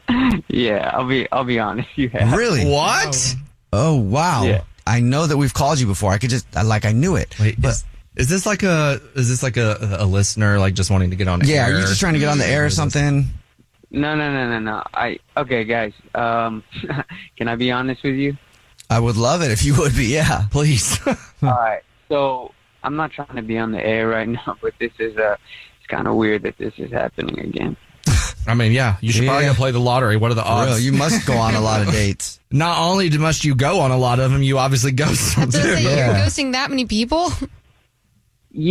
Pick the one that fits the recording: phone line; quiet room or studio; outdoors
phone line